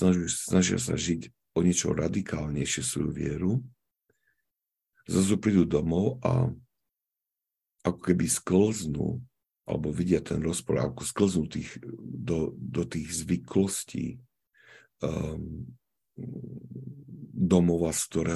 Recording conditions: video call